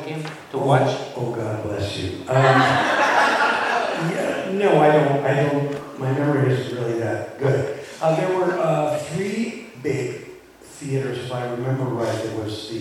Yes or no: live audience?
yes